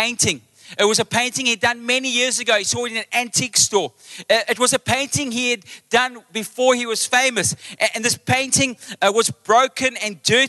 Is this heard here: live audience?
yes